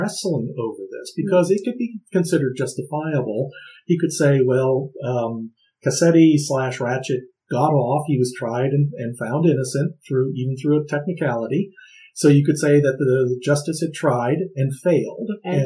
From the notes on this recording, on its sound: The sound is a bit rough, but future episodes are better, honest!